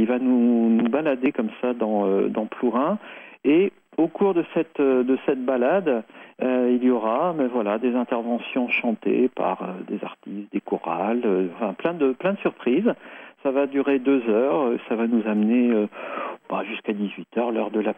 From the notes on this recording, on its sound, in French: En direct et sans filet ! Au Bistrot des copains, par téléphone. Festival Les originales de Morlaix et ses environs.